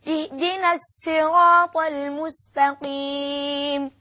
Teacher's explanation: بالصاد مع الزاي، تسمى الصاد بالإشمام